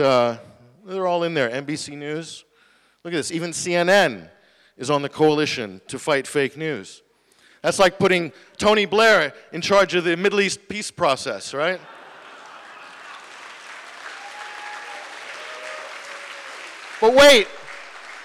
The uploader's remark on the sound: talk at the Media on Trial event, October 19th, 2017